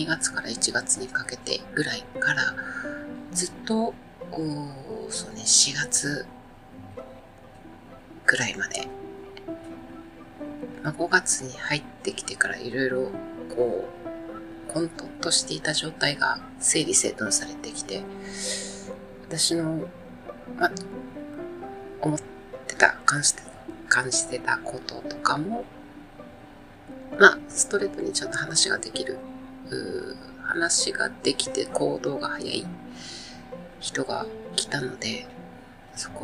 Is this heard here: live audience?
no